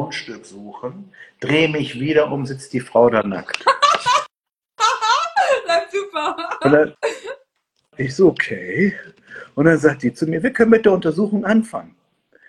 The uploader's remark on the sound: Instagram Live Talk